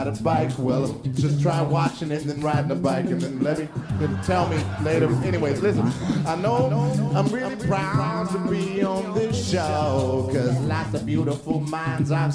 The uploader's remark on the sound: Recorded at Just for Laughs Montreal on July 30th, 2011